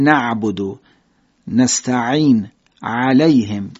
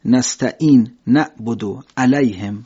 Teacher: حرف عین با همون فشردگی گلو از وسط حلق ادا میشه · Shown in: first take · که اصطلاحا میگن صفت زعوره، همون فشردگی در گلو رو.